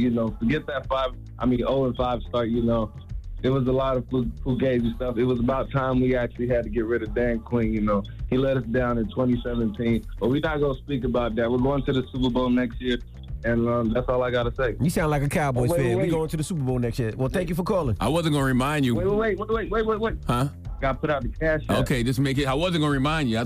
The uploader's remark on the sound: so we opened up the phone lines to see what our listeners thought about it